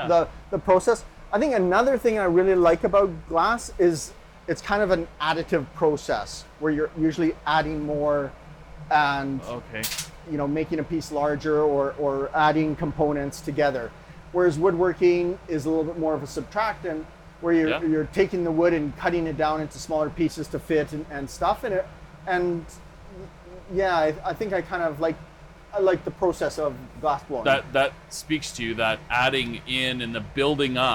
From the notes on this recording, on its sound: Invited me into his studio to talk while he worked. As you might notice, there are sounds of a camera in the background.